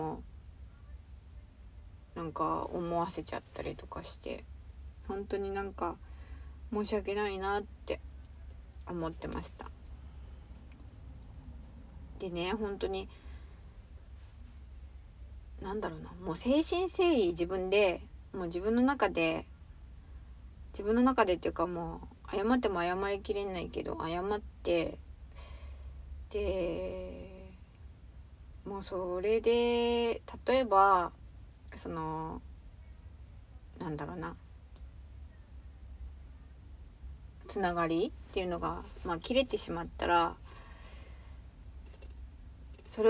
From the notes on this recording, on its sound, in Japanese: 車の中スタジオからお送りしている